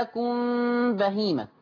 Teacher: خلي بالك بقى من غنة الإخفاء الشفوي